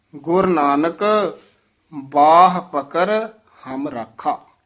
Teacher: ਬੱਬੇ ਦੇ ਕੰਨੇ ਨੂੰ ਵਧਾ ਦਈਏ, ਹਾਹੇ ਤੇ ਆਵਾਜ਼ ਛੱਡ ਦੇਣੀ ਹੈ